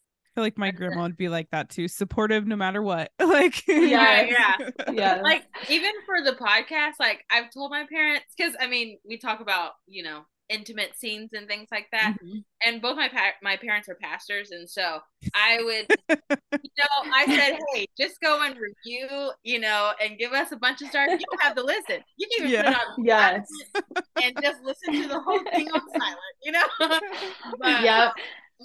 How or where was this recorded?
video call